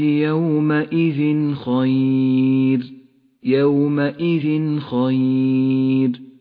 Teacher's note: بعد ذلك حكم الإظهار في قوله تعالى: أصحاب الجنة يومئذ خير، يومئذ خير، التنوين وبعده حرف الخاء، يظهر التنوين من غير غنة أو تشديد